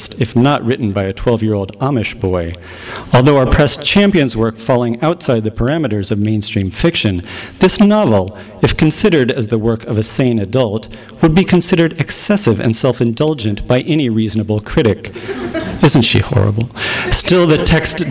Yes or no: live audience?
yes